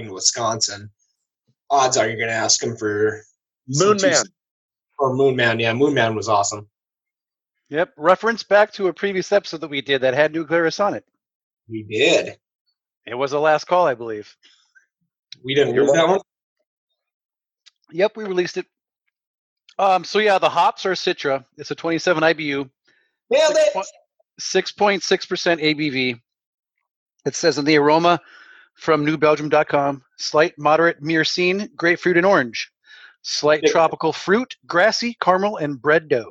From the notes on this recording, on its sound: Our first ever try with doing the podcast via Zoom Meeting, and it was kinda weird, but enjoyable!